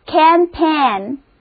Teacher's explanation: We pitched our camp by the lakeside.我们把我们的帐篷扎在湖边。再来看这个单词,campaign, campaign,就是战役、运动的意思。因为啊是来源于法语的一个词，所以字母 G 在这里不发音。前一个音节中的 A 还是发那个梅花音，第二个音节中里的字母组合 AI 发 A 的音